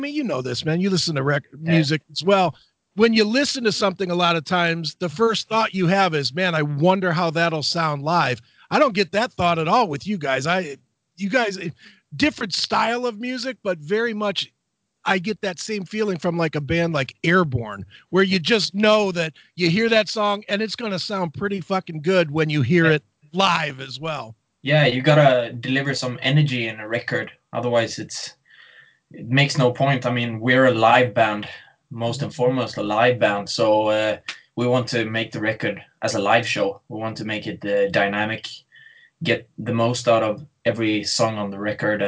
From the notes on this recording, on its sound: skyped